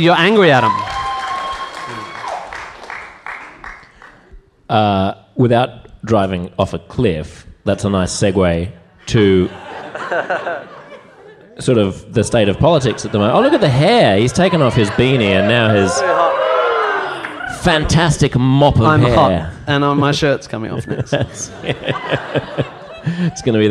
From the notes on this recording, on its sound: live on stage for a sold-out podcast performance